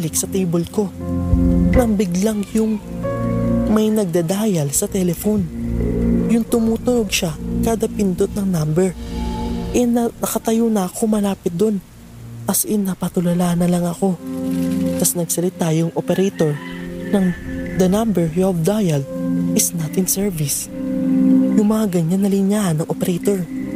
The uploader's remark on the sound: Relaxing rain sound in the background too!